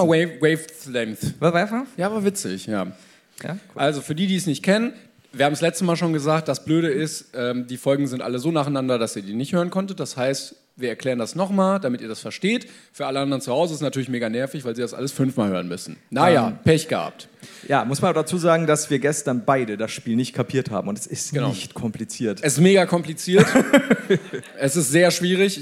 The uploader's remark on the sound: LIVE in Hamburg.